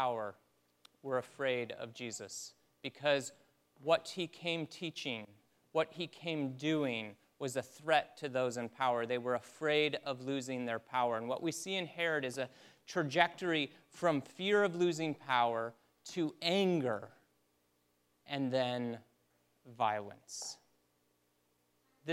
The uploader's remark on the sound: Christmas Eve Service (Audio)